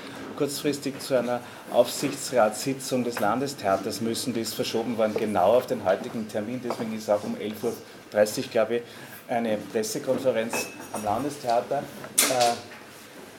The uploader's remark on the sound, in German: Bei der langen Nacht der Bühnen und in der Anton Bruckner Universität.